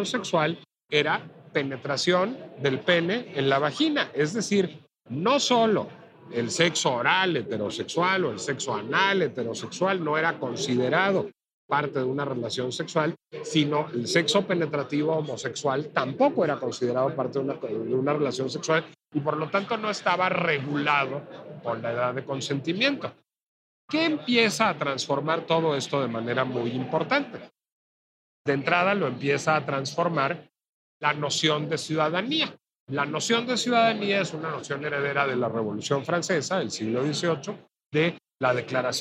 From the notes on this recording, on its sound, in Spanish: La Pinche Complejidad se trasladó a la Feria Internacional del Libro de Guadalajara, y desde ahí transmitimos completamente en vivo.